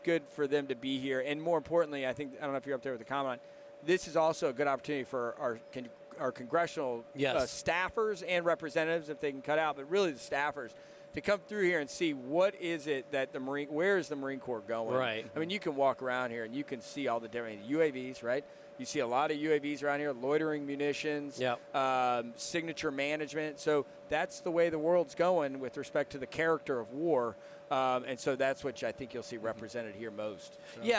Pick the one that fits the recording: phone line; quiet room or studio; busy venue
busy venue